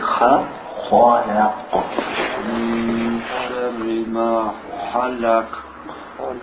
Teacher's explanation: Try to gargle the خ a little bit more.